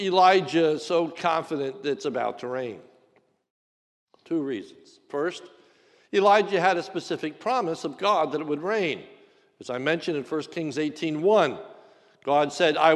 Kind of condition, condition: setting, large echoing room